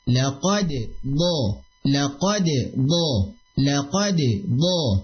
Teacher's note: dari punggung ujung lidah yang ketemu dengan pangkal gigi seri bagian atas langsung ke bagian tepi lidah yang ditempel ke gigi gerham bagian atas. Laqad dha, laqad dha, laqad dha, dan dipantulkan untuk dalnya di sini, bukan diidghamkan, enggak, tapi dipantulkan.